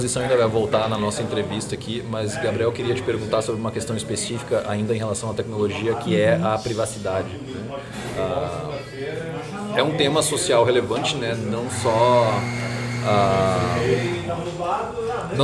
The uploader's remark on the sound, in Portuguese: O bate-papo foi gravado no Café do Duque, no Centro Histórico de Porto Alegre, em setembro de 2016.